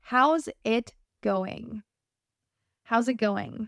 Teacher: Did you hear how in the second phrase, the word how and it, how's it, how's it, how's it going? They combine.